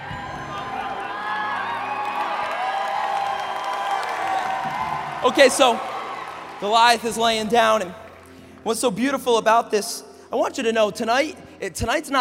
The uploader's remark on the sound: message at Awakening Conference 2016